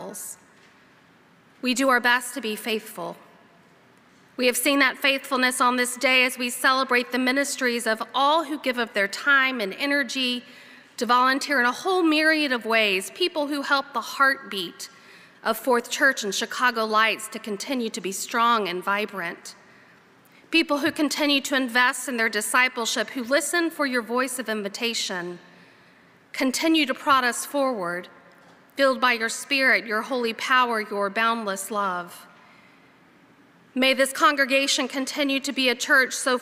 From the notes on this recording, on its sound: The worship service recording includes both pre-service and post-service music.